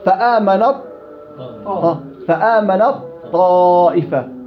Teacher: ذهبت ذات التاء أصبحت التاء طاء · Term: إضغام كامل